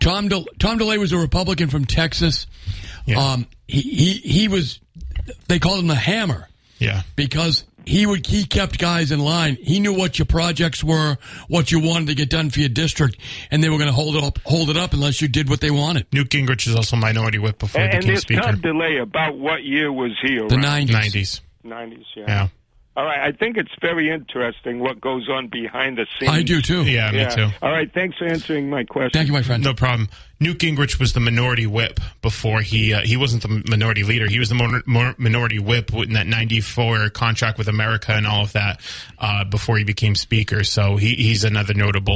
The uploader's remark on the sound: take calls from the audience